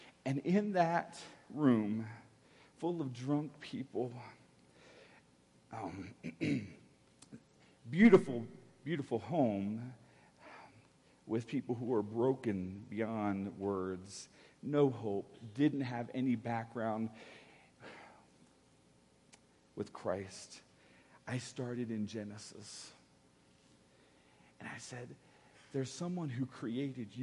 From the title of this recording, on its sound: Woodland Life Church Live